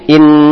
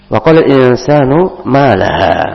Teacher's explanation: nun mati ketemu sin maka hukumnya ikhfa, dibaca samar-samar · Shown in: second take · Bukan, jangan ditempelkan ujung lidahnya ke langit-langit menjadi in.